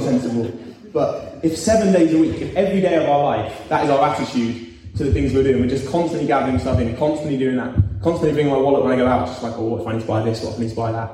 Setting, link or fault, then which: setting, live audience